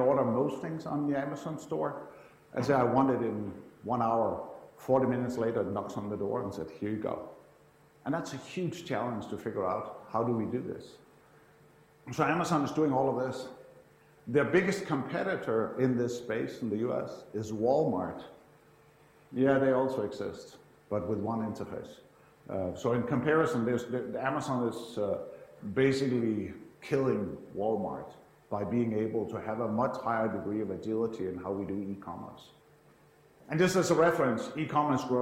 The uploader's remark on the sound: IFE Grand Challenge Lecture, recorded 14 July 2017 at QUT